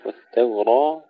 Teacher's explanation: والتوراة، ترقيق التاء، والتوراة، الراء مفخمة والتاء مرققة